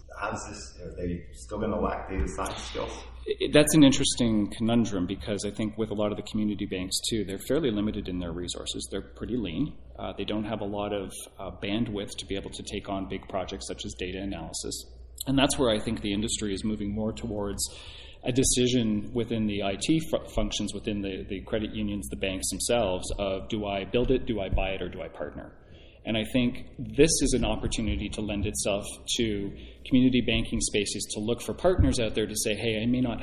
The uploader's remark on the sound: Live from DN Intersect. Sat down at the company's DN Intersect event. This podcast is one of a group of four recorded on site at the Diebold Nixdorf DN Intersect conference in Las Vegas, September 2019.